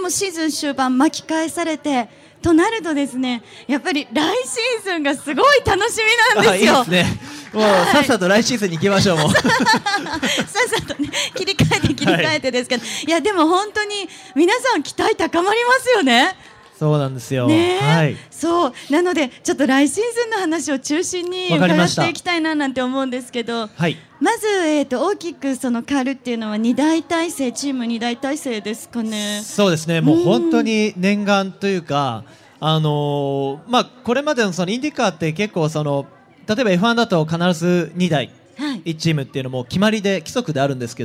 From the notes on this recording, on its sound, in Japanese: 今週はホンダレーシング・サンクスデーで行われた公開録音の模様をお届けしています。